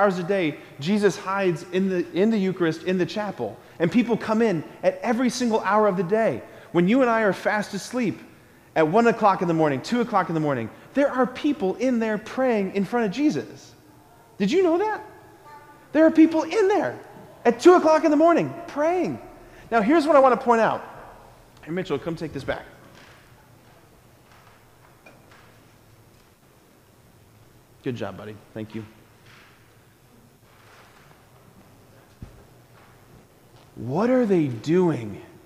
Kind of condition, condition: setting, large echoing room